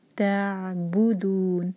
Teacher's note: عین ساکن کے بعد با تو بو پر زور دیں گے اور عین پر جھٹکا نہ آئے تھوڑا سا ٹائم دیں گے